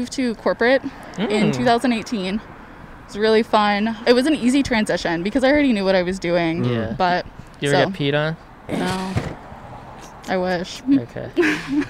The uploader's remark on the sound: Recorded on 3/13/21 on Hollywood Blvd in Los Angeles.